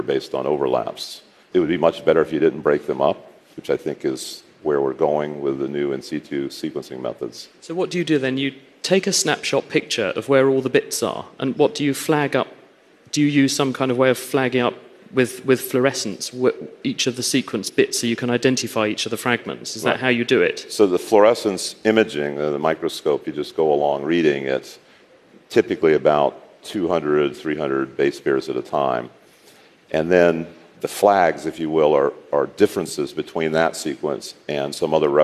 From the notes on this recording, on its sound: Live in front of a studio audience at the Hello Tomorrow Summit, in Paris, 2019.